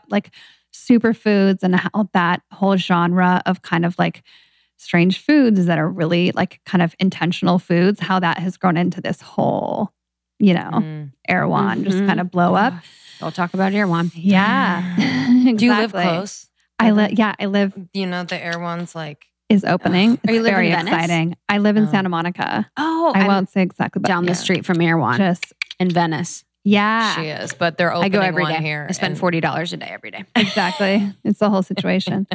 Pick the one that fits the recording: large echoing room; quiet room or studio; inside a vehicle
quiet room or studio